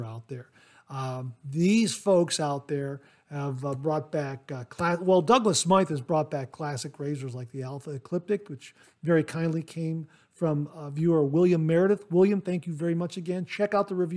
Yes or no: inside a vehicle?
no